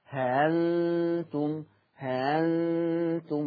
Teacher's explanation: الهمزة اللي أنا بسهلها مفتوحة يبقى تتردد بين الهمزة والألف، والحمد لله هنا الهمزة مفتوحة يبقى تتردد بين الهمزة والألف. · Term: التسهيل